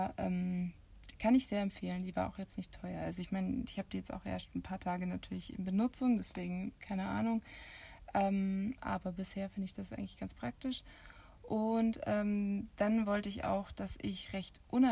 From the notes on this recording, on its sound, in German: Audio ist diesmal vom iPad, deswegen auch keine Hintergrundmusik, weil das zu dominant gewesen wäre.